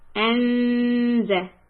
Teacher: So when I say anzay, I keep the tongue at the place of zay. · Term: ikhfa